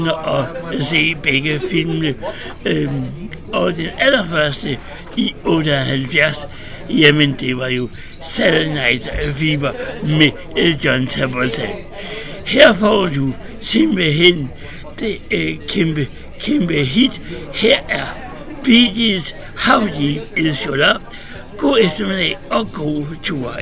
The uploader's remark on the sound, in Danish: live radio fra studenter baren i aarhus